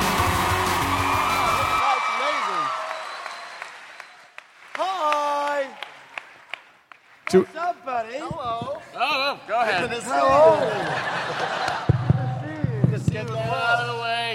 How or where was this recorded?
live audience